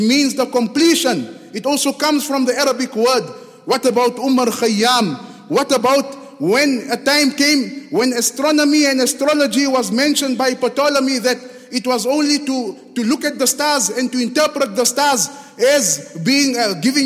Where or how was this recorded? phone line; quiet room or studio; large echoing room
large echoing room